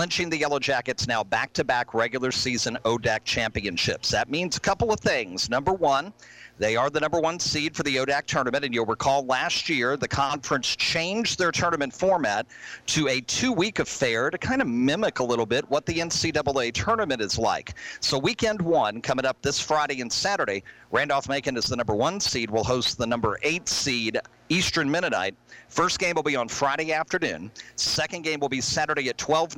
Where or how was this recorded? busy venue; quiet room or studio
busy venue